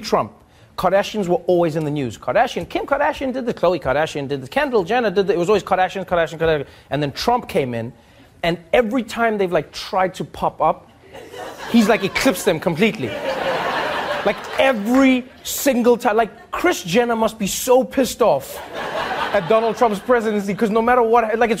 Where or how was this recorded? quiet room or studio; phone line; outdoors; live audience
live audience